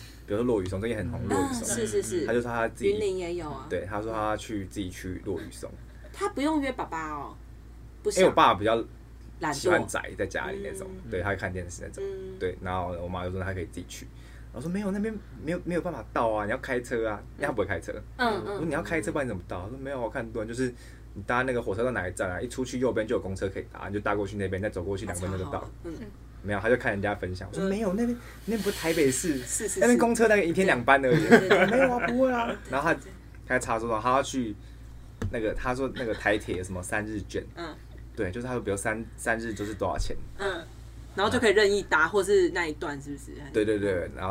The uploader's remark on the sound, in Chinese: 這集首次來了兩個來賓，現場鬧哄哄。